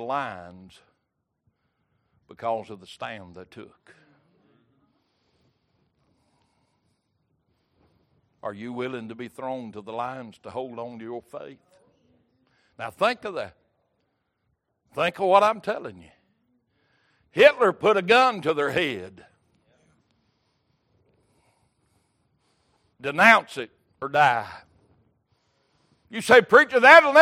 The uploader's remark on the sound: Recorded December 28, 2022 - Wednesday Evening Service